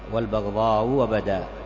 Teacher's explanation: الموضع والبغضاء أبدا، هذا بالتحقيق، وبالإبدال والبغضاء والبغضاء وبدا بتسهيل الهمزة، والبغضاء تسهل الهمزة دون أن تحققها، والبغضاء وبدا فتمر على الهمزة خفيفة